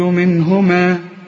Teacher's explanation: يخرج منهما، منهما النون هنا ساكنة وبعدها هي، الهاء من حروف الإظهار ما تغنش أبدا، واللي نون بعدها هي ما فيش غنة.